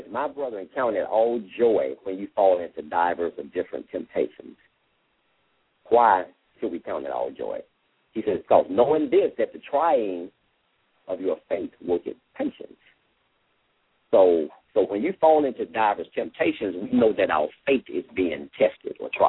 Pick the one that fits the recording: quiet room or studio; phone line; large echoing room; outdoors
phone line